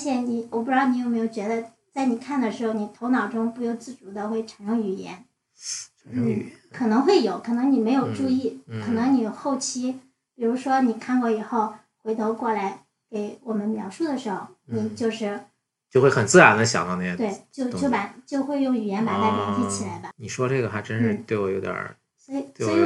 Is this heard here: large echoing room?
no